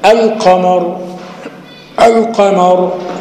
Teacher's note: وانشق القمر الراء مضمومة في الوسط، وقفت عليها سكنت، فالسكون ده إيه عارض، والسكون إيه مخفف يعني بسكون واحد. · Term: السكون العارض